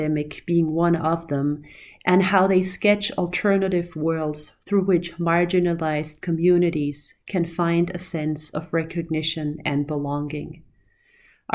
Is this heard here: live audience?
no